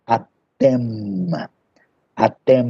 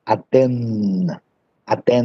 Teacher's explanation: Lembre-se que esse M no final é bem pronunciado, tá? · Shown in: first take · Term: M final